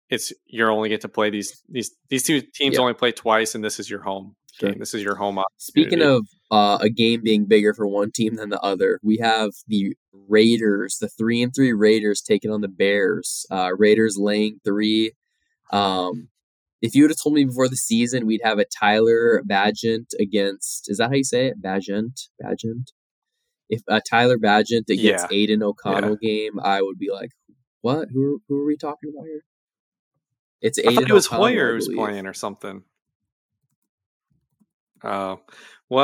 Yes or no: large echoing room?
no